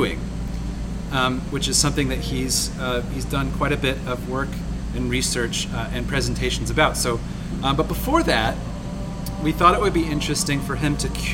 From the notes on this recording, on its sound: Recorded in location at Redlight Redlight, a brew pub in Orlando, FL!